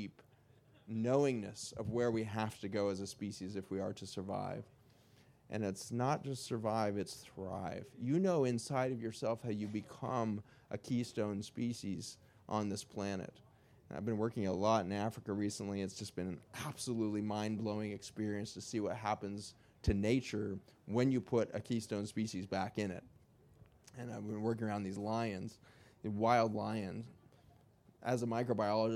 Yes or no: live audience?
yes